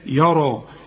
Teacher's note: الراء هي المفخمة والمد كمان بتاعها مفخم، والياء طبعا عليها المد علشان بعدها همزة.